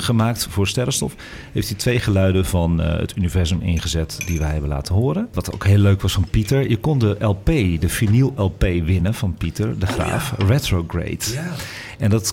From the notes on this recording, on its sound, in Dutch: Deze live uitzending is opegenomen in het Allard Pierson te Amsterdam voor AmsterdamFM.